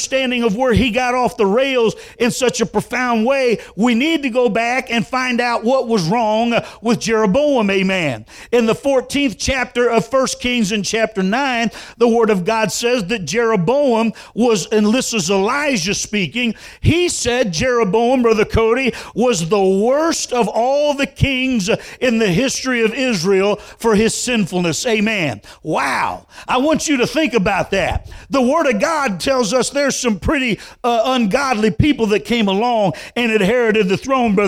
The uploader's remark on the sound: Full sermon recording from February 20, 2022 at Thompsonville Church of God. This is the full sermon recording.